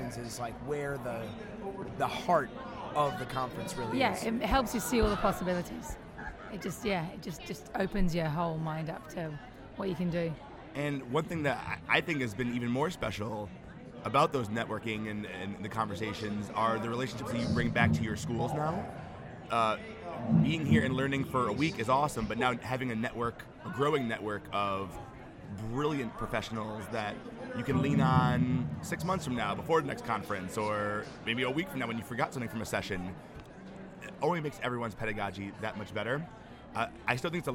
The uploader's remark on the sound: Live from SHAPE Nashville Day 2!